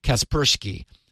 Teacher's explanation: putting the accent on the second syllable